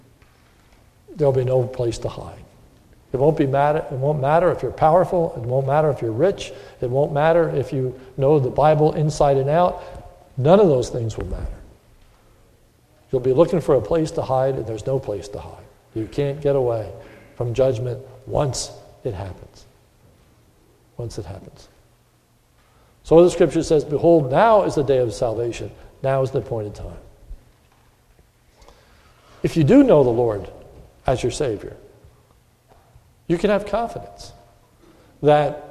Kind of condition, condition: setting, large echoing room